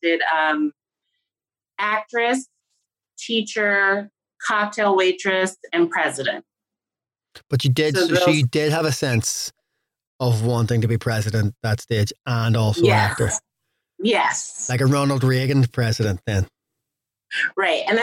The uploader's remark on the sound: Speaking during lockdown from her apartment in Manhattan. Recorded via Zoom, June 2020. Studio facilities provided by irishvoiceovers.co.uk.